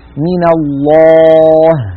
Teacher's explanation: لابد بعد أن يكون الفم مفتوحا لتفخيم اللام والألف التي بعده من أن يعود الفم إلى وضعه الطبيعي عند نطق الهاء